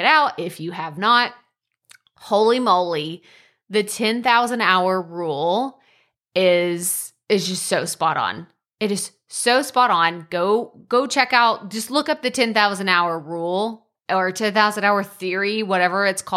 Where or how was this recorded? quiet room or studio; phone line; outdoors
quiet room or studio